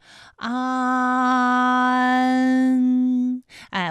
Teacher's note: 我们从前啊开始，舌面升高，舌面的前部抵住硬腭的前部，当两者将要接触的时候，软腭下降，打开鼻腔通路，紧接着舌面前部与硬腭的前部闭合，使在口腔受到阻碍的气流从鼻腔里透出，口型由开到合，舌位移动比较大